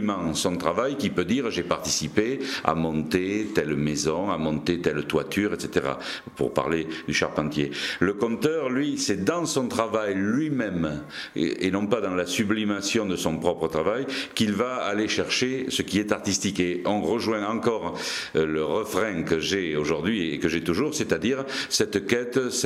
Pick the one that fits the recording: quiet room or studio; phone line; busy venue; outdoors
busy venue